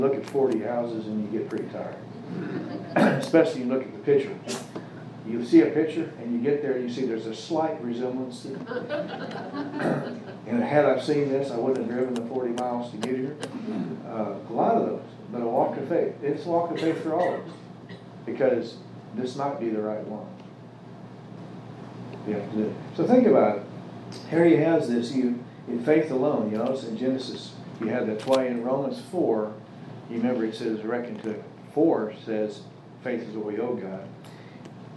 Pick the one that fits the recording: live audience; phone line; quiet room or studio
live audience